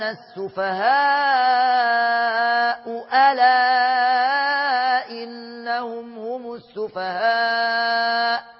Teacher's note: يبقى الهمزتين يبقوا واضحين ومحققين · Term: تحقيق الهمزتين